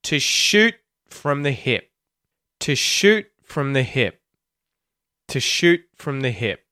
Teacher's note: you may notice the T at the end of the word shoot turn into a stop T, right? A muted T before the F consonant at the start of the word from.